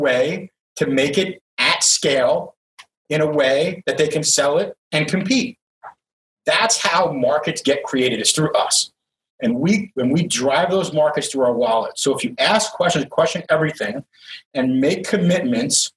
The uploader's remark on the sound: This was recorded as a video interview for The Toxic Home Transformation Summit